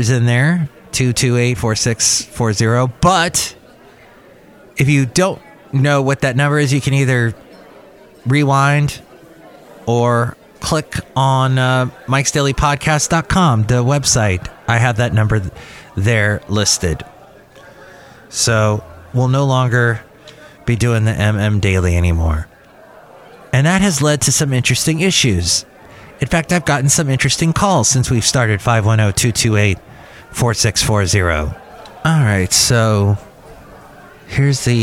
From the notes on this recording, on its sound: podcasts live from Cafe Anyway